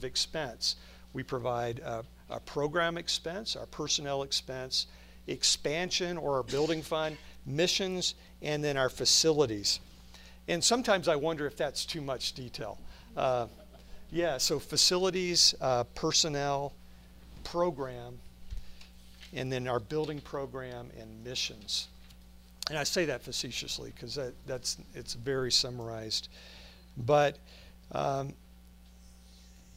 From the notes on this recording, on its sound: From the Spiritual Leadership Conference at Lancaster Baptist Church